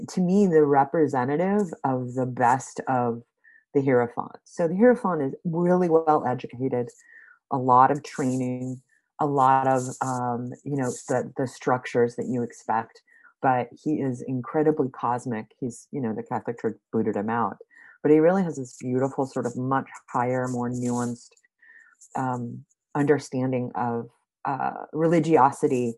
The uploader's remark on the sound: got together on Zoom